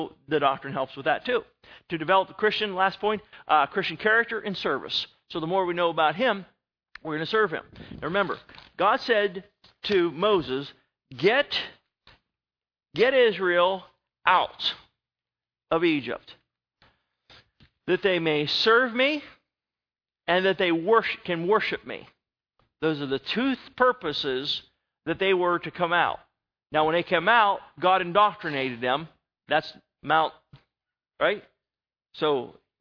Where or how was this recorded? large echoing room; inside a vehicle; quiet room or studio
large echoing room